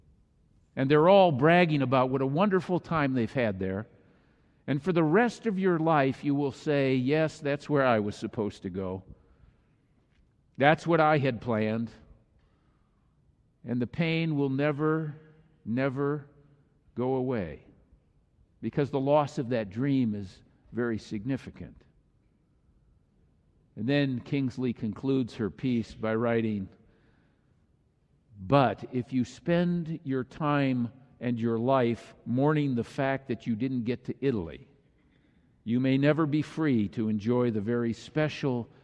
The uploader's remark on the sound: This message was delivered during the Traditonal Worship service.